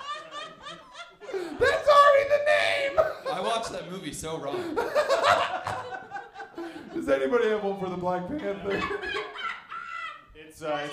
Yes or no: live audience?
yes